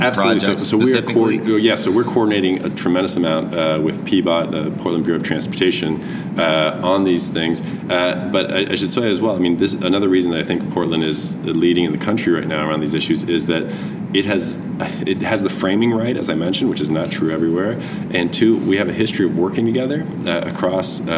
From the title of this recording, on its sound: Live from TRB